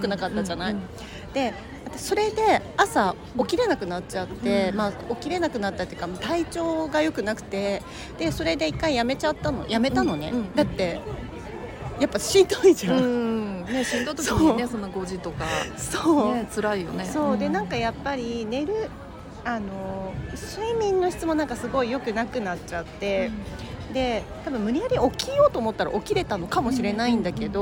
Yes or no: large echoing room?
no